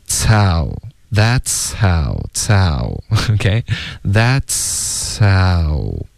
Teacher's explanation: that's 的这个呲的音呢后面会带一点送气的感觉，接着这个嘶的音，然后再进入到 ow · 这个 h 的音有一点被前面的嘶的音盖住了，不太能听出来 · Term: 连读